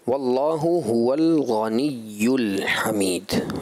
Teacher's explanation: یا میں جیم کی آمیزش نہیں ہوگی